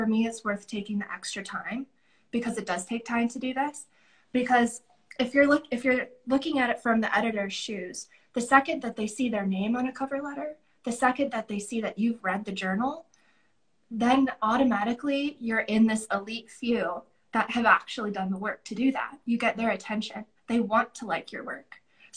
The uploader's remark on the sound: This event was originally a live (virtual) event that included audience questions.